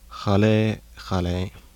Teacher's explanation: Voiceless velar plosive becomes voiceless velar non-sibilant fricative. Word initial before the low front unrounded vowel.